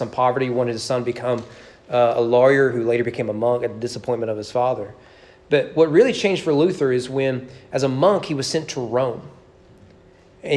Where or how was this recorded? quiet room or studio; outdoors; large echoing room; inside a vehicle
large echoing room